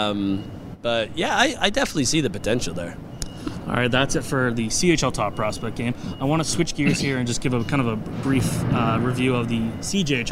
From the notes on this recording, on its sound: Live from the CHL Top Prospects game in Hamilton